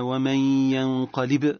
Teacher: ندخل النون في الياء مع إخراج غنة من الخيشوم · Term: إدغام بغنة